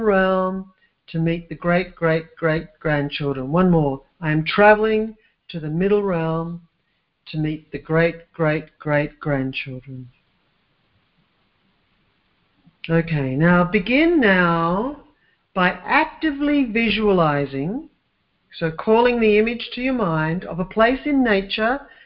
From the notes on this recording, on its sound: LIVE CALL RECORDED